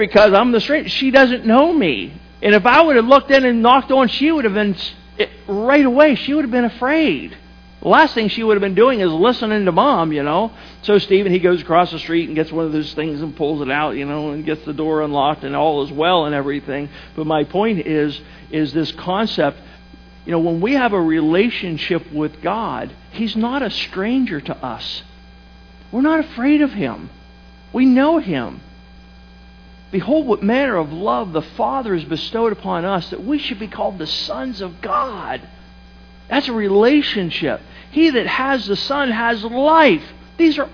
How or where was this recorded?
large echoing room